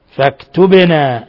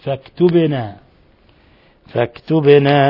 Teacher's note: الباء تقلقل لسكونها لأنها من حروف قطب جد